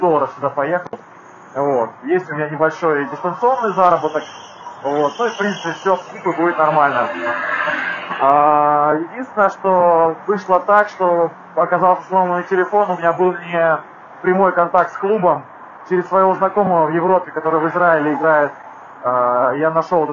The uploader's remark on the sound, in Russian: ПЛОХОЕ КАЧЕСТВО ЗВУКА